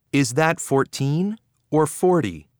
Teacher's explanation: Notice how the intonation rises and then falls in these questions.